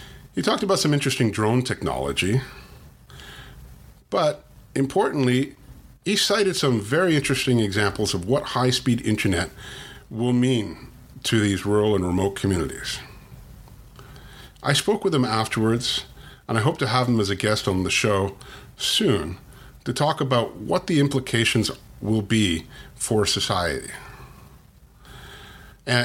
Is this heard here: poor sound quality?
no